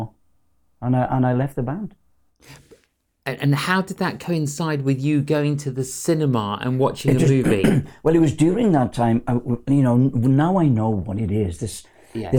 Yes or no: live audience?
no